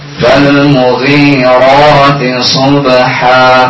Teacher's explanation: ri-nya yang panjang bukan mu-nya